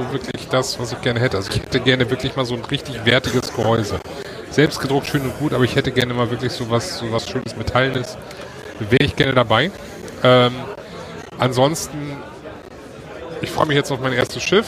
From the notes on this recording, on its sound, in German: Late Night zu dreivirtel aus dem CCH in Hamburg live vom 37C3! Ist eure monatliche Live-Keyboard-Late-Night-Show.